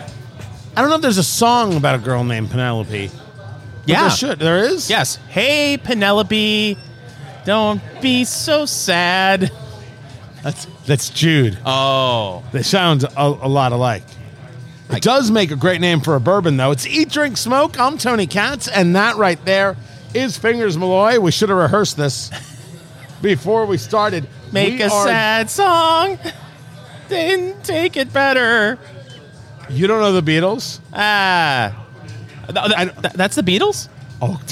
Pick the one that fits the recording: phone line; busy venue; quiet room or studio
busy venue